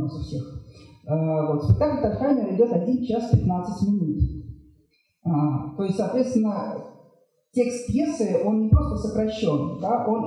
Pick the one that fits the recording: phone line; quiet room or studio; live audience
live audience